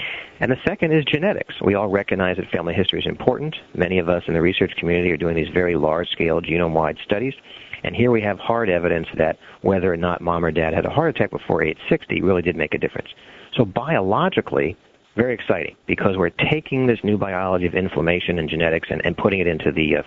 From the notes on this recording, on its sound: Author in the Room® Teleconference